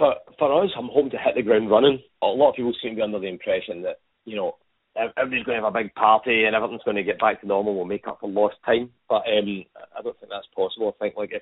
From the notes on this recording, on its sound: Makes phone calls to five business owners from all over the city.